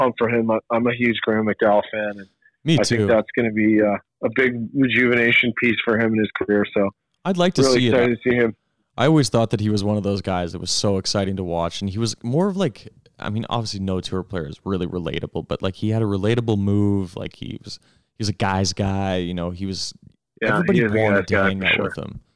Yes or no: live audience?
no